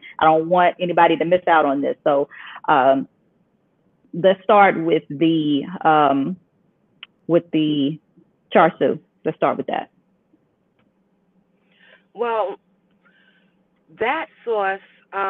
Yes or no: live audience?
no